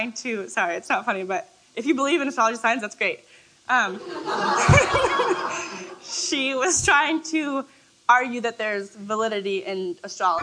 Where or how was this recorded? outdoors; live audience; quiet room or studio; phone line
live audience